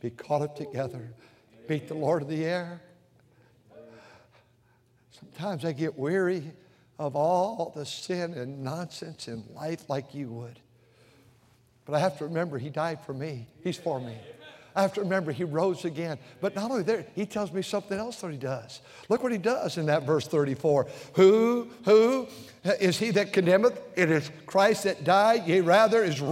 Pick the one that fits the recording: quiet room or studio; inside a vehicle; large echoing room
large echoing room